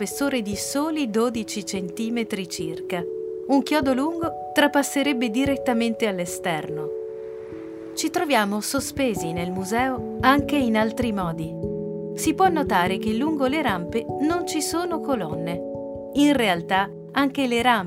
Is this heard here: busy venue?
no